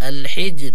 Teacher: لكن معنا في كلمة الحجر، الحجر لان الراء هنا وقفنا عليها لابد ان نرقق الراء لانها ساكن قبلها ساكن قبلها مكسور